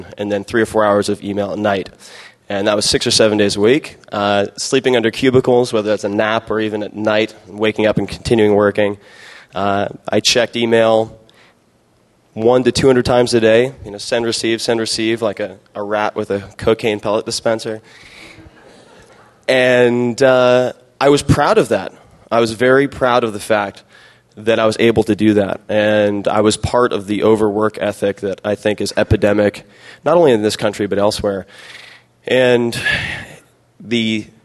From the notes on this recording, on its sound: speech was given at the 2007 SXSW Festival